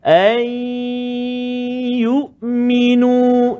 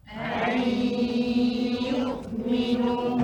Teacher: nun mati bertemu dengan ya idgham ma'al gunnah dengung dua harakat